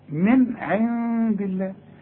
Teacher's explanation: كتاب من عند الله، نون وبعدها دال، والدال من حروف الاخفاء، هخفي، من عند الله، يبقى النون العين حظهرها، النون الاولى حظهرها لان العين من حروف الاظهار، النون الثانية حخفيها لانها بعدها دال، والدال من حروف الاخفاء